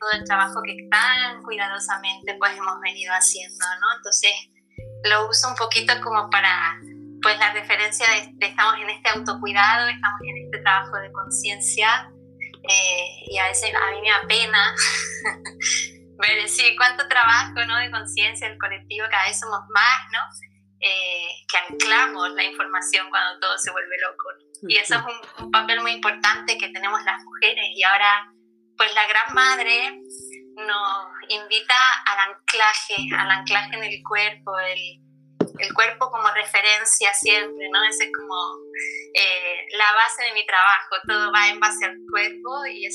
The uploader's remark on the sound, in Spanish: Charla vía Streaming, Instagram Live